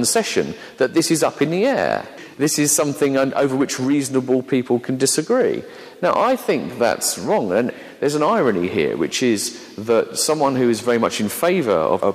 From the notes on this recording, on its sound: an edited version of a talk given to a Sea of Faith Network conference in London